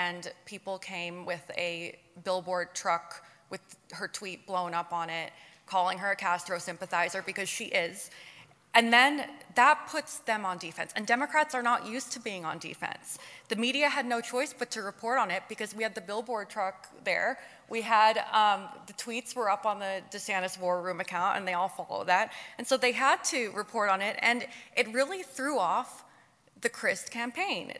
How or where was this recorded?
live audience